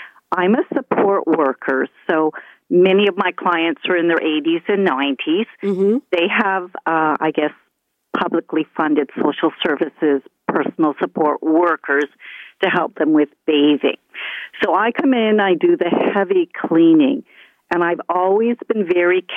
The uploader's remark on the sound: Listeners call in with their opinions on the biggest stories of the week. Zoomer Radio.